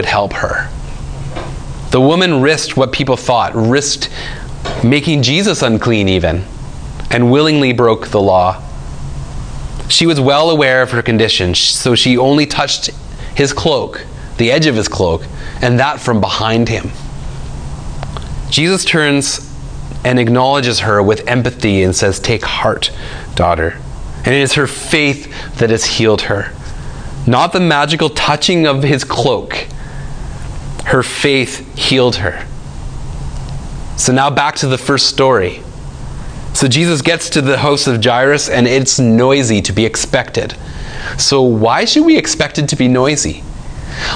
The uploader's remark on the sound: speaks at SouthRidge Fellowship, a Langley church.